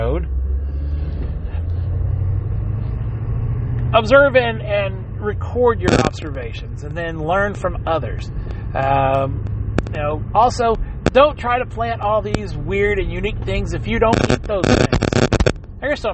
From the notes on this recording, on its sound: Sorry for the background clicks. I tried to edit it out but didn't have much luck without distorting the audio to the point you can't hear.